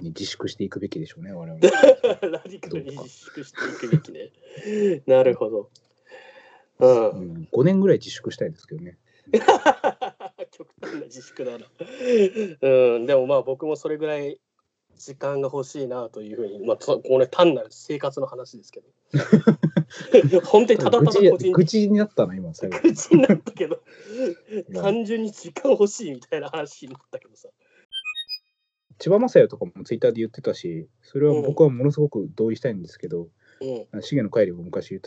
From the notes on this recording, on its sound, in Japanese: 今回はCOVID-19流行に対応して「リモート録音」をしました。